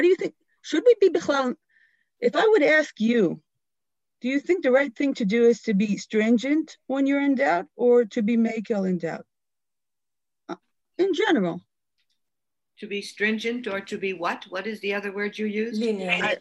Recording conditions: video call